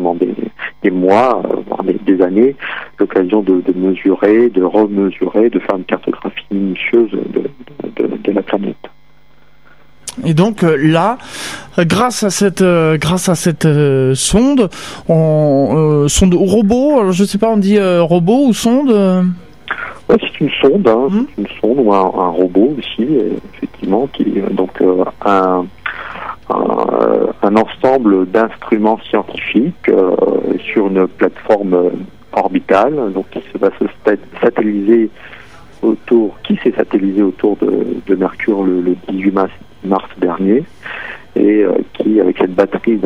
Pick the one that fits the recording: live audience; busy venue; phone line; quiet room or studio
phone line